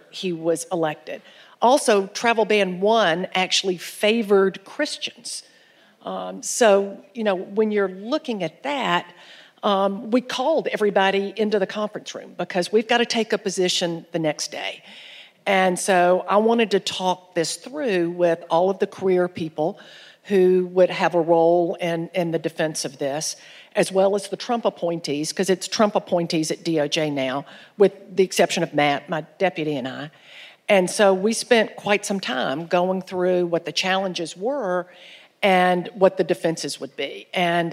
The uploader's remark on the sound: Live from the Buckhead Theatre in Atlanta, Georgia.